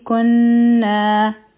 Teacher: دوه حرکه اوږد وایو نو دا شو زا بیا دی کنا کاف به د نون مشدد سره یوځای کړو غننا به وکړو او بیا به یې دوه حرکه اوږد کړو